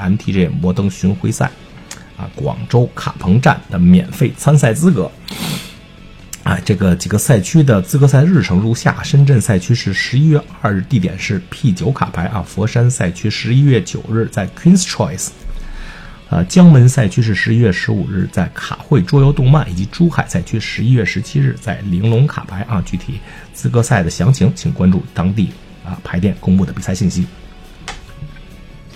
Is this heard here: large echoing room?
no